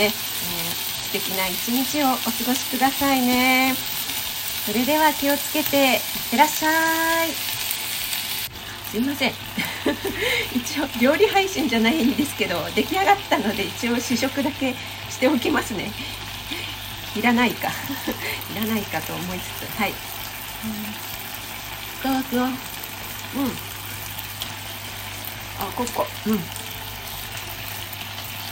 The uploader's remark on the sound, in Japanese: 朝LIVE。肉巻き作りながら前半はどうでもイイ美容院の雑談。エンボス手袋で肉を巻く音がガサガサうるさいです。